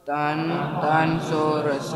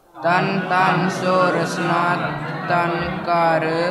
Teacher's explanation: ਧਨ ਸੋ ਰਸਨਾ, ਨਹੀਂ ਤੁਸੀਂ ਧਨ ਧਨ ਸਿੱਧਾ ਜੇ ਪੜ੍ਹ ਗਏ, ਪਹਿਲੇ ਧੱਦੇ ਤੇ ਟਿੱਪੀ ਤੇ ਹੈ ਨਹੀਂ, ਉਹਨੂੰ ਪੋਲਾ ਪੜ੍ਹੋ, ਦੂਜੇ ਤੇ ਟਿੱਪੀ ਲਾ ਕੇ ਪੜ੍ਹੋ